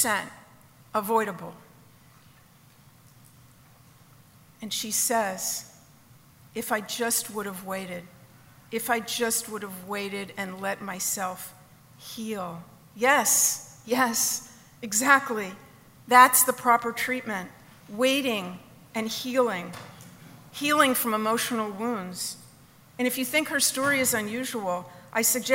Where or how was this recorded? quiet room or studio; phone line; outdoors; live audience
live audience